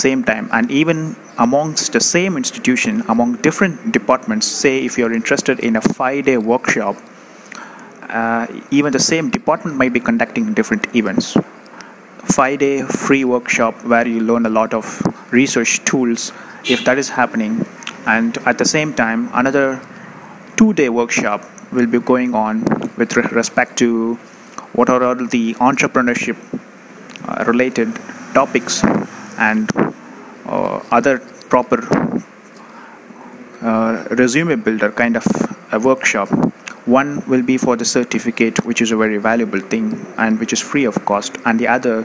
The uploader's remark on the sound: Live audio has been captured from the spot so as to provide a real feel.